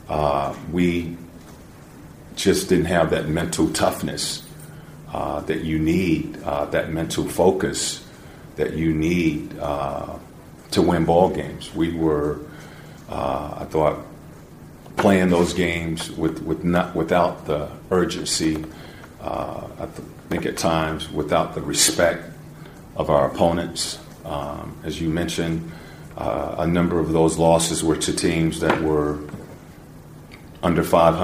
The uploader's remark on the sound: Season wrap-up press conference. Spoke with reporters about his first season has head coach here.